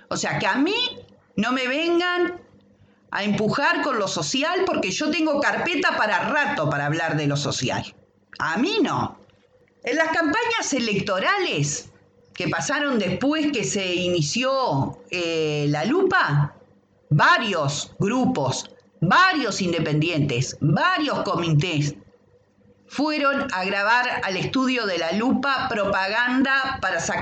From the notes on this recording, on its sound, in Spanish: Disculpas por la calidad del audio. Tuvimos algún problema con el micrófono.